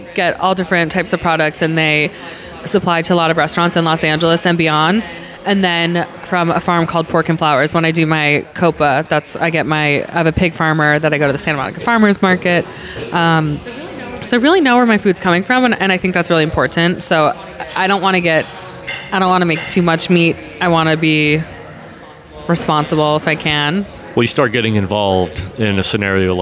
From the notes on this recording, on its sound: After lunch, we hit the coffee shop next to Larder where we recorded this podcast.